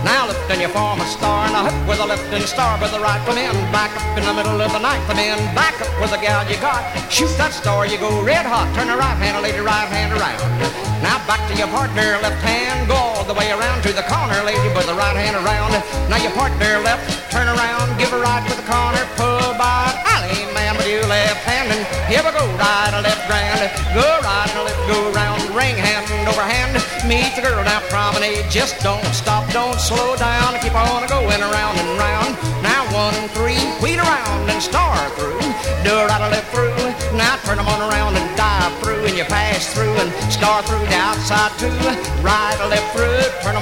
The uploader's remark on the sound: 1964 Blue Star Jubiliee in Houston, Texas. Track nine, record one from the 1964 Blue Star Jubilee Square Dance held in the Sam Houston Auditorium.